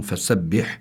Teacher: والحاء هون فسبح بيكون فيها همس لأنه من حروف فحثه شخص سكت